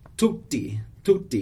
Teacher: We have the double T there, so you want to make sure to pronounce both of those